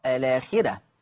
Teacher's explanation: أيضا لفظ الآخرة، الآخرة، اللفظة دي فيها نقل مع ثلاثة البدل، فيها نقل مع ثلاثة البدل، ولاحظوا إن الراء مفتوحة وقبلها خاء مكسورة يبقى فيها كمان ترقيق الراء